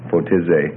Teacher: That Fotidze, rather than Fotidzai, watch for the epsilon iota there. It's always an A sound.